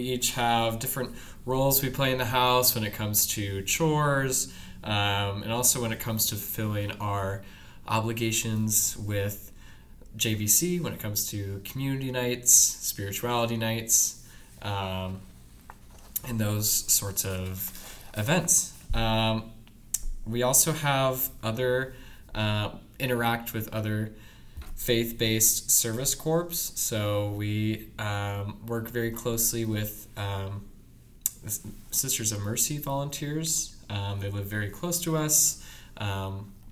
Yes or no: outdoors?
no